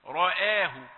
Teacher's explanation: ولقد رآه بالأفق المبين، رآه، لا تقل رآه، لا ترقق الاثنين ولا تفخم الاثنين، الراء مفخمة ولكن الهمزة رقيقة